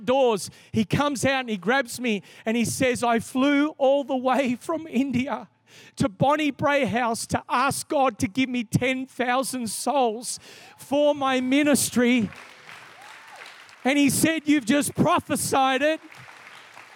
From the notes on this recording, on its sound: This is the message from the 1st night of our Three Nights of Fire. Recorded in a 7pm service on Friday, the 21st of October 2022.